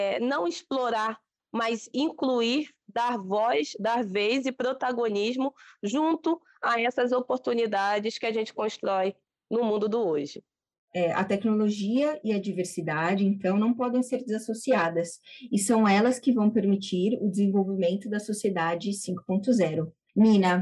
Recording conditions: video call